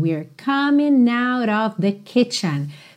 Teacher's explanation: esse G da terminação ING não é pronunciado